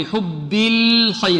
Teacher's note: اللام هنا مرققة والخاء مفخمة